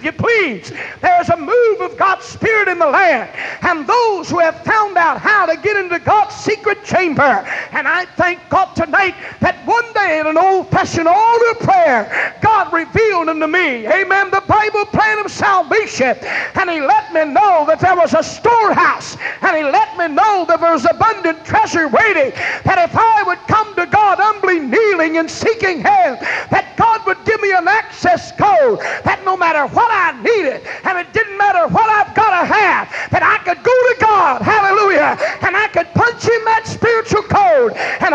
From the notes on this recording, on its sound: This excerpt was taken from a message preached at First Apostolic Church in North Vernon, Indiana.